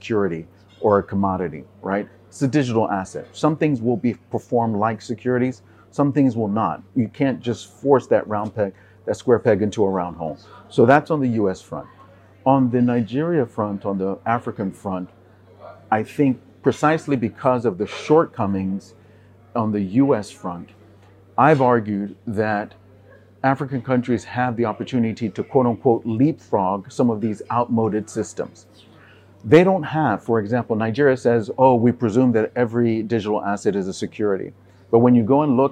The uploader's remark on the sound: This episode was filmed in December 2022, at the Africa Bitcoin Conference held in Accra, Ghana.